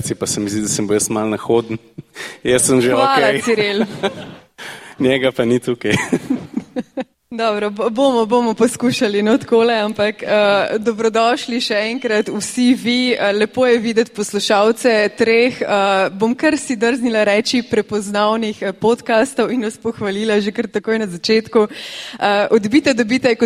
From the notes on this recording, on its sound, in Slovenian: Epizoda je bila posneta pred publiko na Avdifestivalu 2023. Oktobra v Cukrarni v Ljubljani.